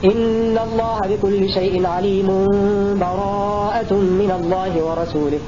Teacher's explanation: وصل آخر الأنفال مع أول براءة بدون بسملة وبدون سكت · Term: الوصف